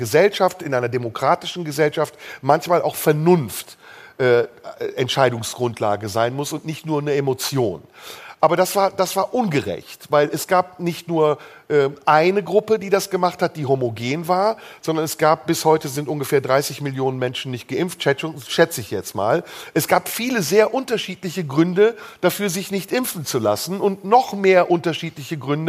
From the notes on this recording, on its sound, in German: Live im Tipi.